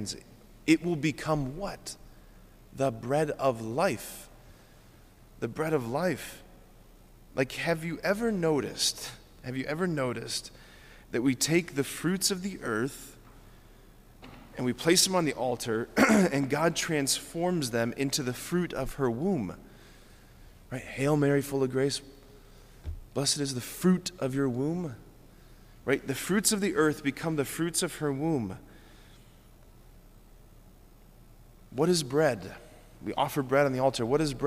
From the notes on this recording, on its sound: Preached this homily. At Sacred Heart of Jesus Catholic Church in Wadsworth, OH.